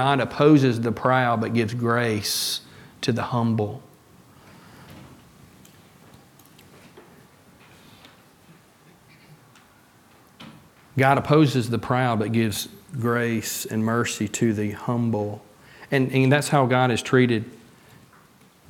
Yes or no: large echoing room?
yes